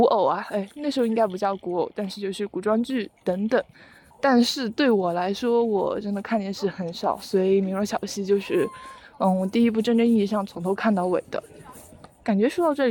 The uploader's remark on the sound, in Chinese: 走在半路突然就录起来，在有点吵闹的操场上录制了这期节目。